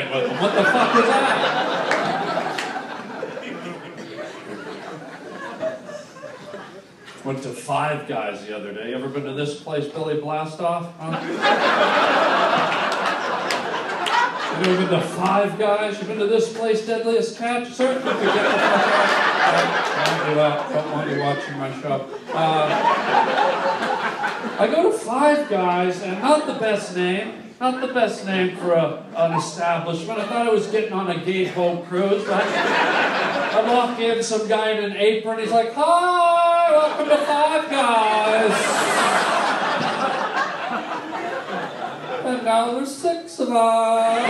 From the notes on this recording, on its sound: some fun moments of LIVE stand up at The COMEDY STORE!